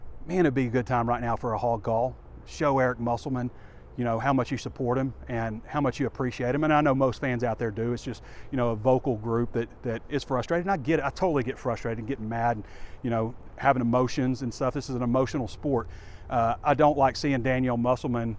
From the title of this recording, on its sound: WALK & TALK